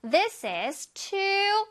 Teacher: too 할 때 그냥 too 안 했지? 길게 too 했지요?